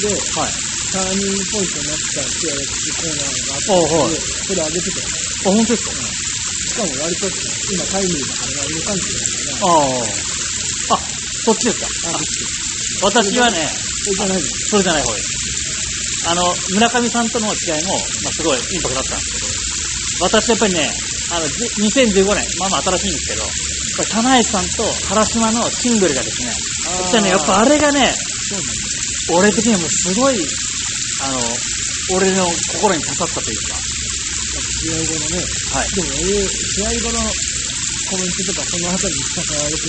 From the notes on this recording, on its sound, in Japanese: すみません、雑音あって聞きづらくなっております。